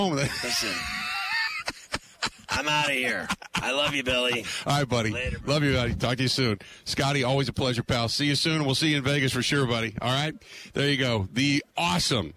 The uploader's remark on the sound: Live From Radio Row At Super Bowl 57